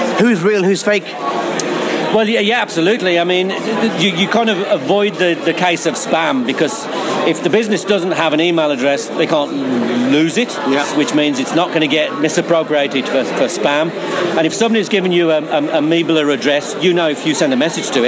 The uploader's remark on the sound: at the recent Uprise Festival held in Dublin